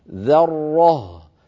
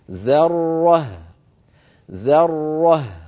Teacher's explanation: وأيضا بعد انتهائنا من الراء المشددة لا نترك فمنا أيضا مفتوحا هكذا، فنقول مثلا ذرة فتخرج الهاء حينئذ مفخمة، وهذا أمر لا تفعله العرب ولم يقل لنا في قراءة القرآن. لابد من ترقيق الذال والهاء وتبيين الراء المفخمة بينهما · Shown in: second take